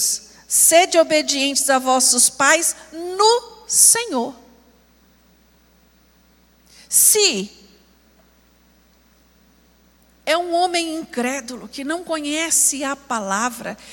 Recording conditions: large echoing room